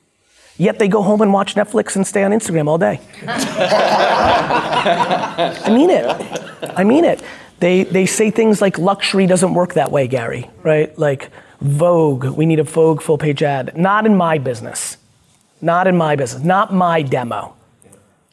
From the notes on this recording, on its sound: At this private dinner, I did a Q&amp;A with the guests. A VIP Q&A Dinner.